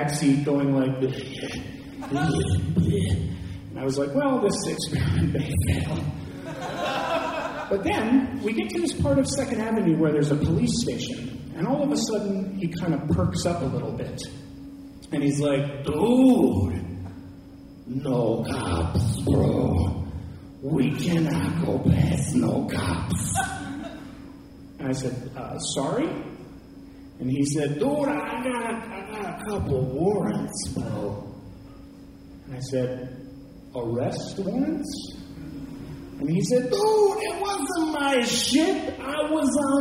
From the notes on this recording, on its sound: Live From Austin 2! Stories of heartbreak and hilarity from our second visit to the town that keeps it weird.